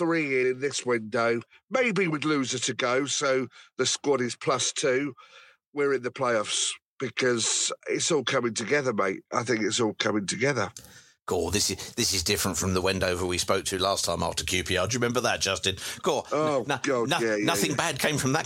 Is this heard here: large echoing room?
no